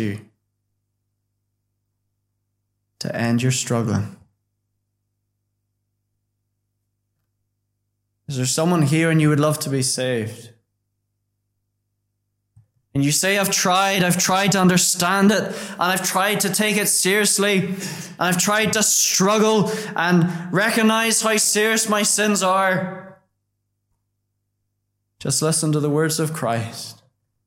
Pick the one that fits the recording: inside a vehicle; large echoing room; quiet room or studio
large echoing room